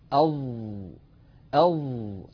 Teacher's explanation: على اليمين تمثيل لنطقنا لحرف الظاء، أظ أظ. لاحظوا أن الصوت محصور بين طرف اللسان والأسنان العليا وبين مؤخرة اللسان، وقد تصعد أقصى اللسان إلى الأعلى وانحصر الصوت في هذه المنطقة. · Term: المطبق